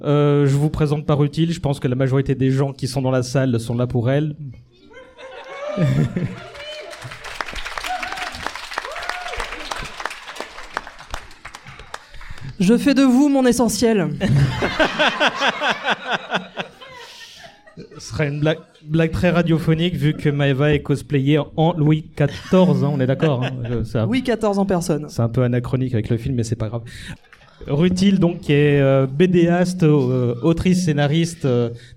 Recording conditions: live audience